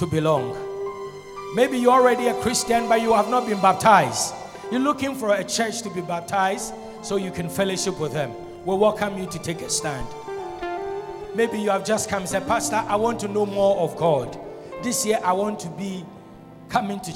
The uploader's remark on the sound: Sermon preached at Shiashie Campus